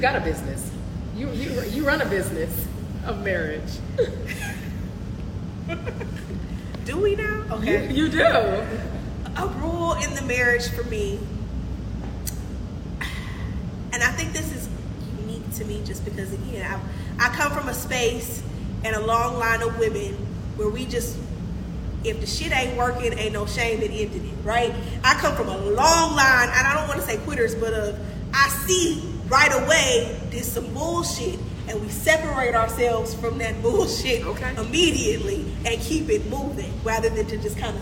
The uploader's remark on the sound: Live Show. In this final live installment of the "Sugar and Spice: The Unfiltered Therapist Podcast". Listener interactions.